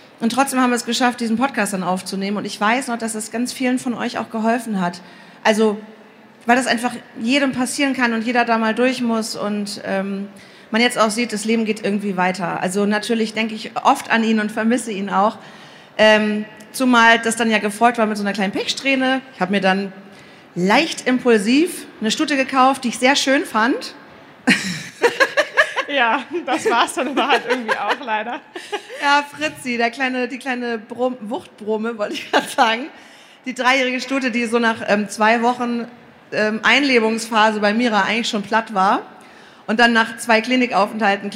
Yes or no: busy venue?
yes